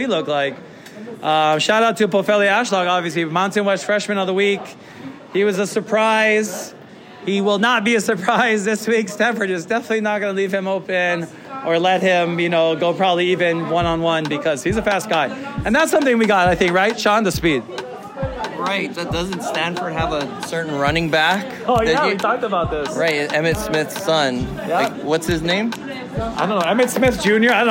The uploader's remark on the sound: In front of a live audience at Agave & Vine at Ala Moana Center.